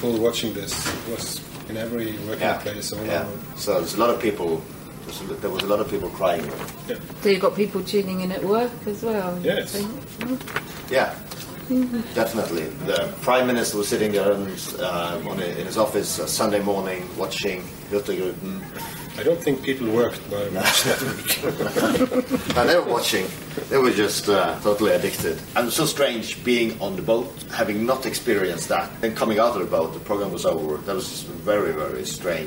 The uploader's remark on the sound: We are in one of the social areas on board a moored Hurtigruten ferry several hours before it departs on its journey up north to Kirkenes; as the interview progresses more people come onboard and there is background noise from them, and a bar in the background.